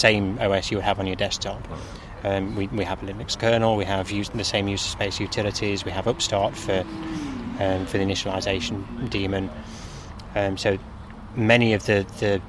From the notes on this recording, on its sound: The interview was conducted at OggCamp 14 , a free culture unconference, held in Oxford UK on the weekend of October 4th-5th 2014.